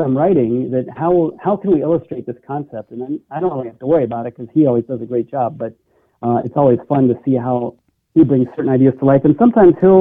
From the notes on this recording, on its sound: called